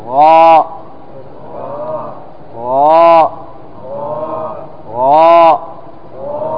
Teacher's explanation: الغين مستعلي، أي أنه من حروف الاستعلاء التي تفخم، لأن حروف استعلاء سبعة، خص ضغط قض، فأنت عندما تنطق الغين تقول غاء غاء غاء، قل معي غاء غاء غاء. لاحظ أن الفم يمتلي بهذا الحرف، يغلظ